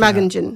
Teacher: That emphasis on that for here, you know, I'm not talking for across the country, I'm just talking for here and around southeast Queensland. So that emphasis is on that first syllable.